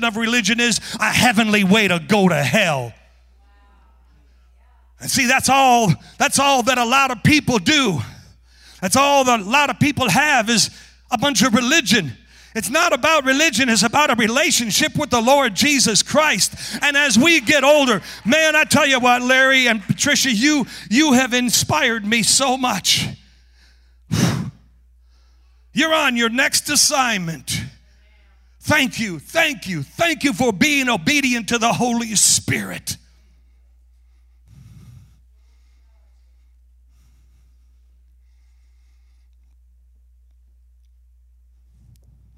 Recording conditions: large echoing room